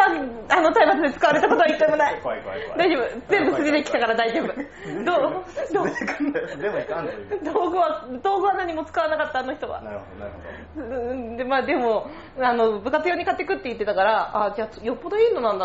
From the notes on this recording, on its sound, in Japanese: いつにも増して雑音が酷いです。